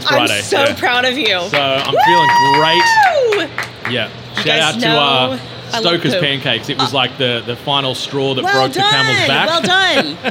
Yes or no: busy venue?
yes